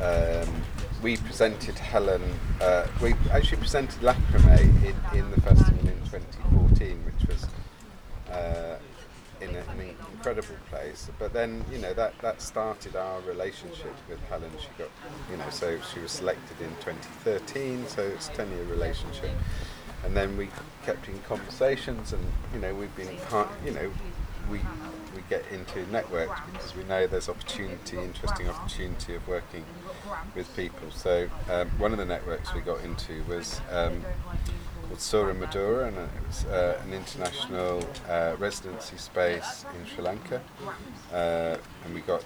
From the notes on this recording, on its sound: Get out in the field at Inside Out Festival in Dorset, UK. The 10-day festival that takes place in rural and urban areas in the south of England every two years.